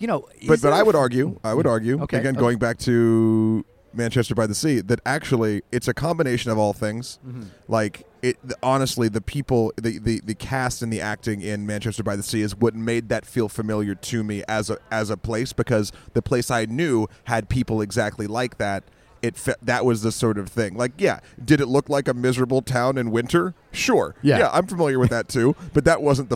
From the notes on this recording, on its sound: Recorded in a cafe in Bilbao, Spain.